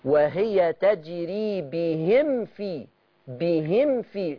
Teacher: اولا الميم لما يكون وراها فاء اضغطي على الميم، ما تخليش الميم تخفى معاكي · Term: اظهر الميم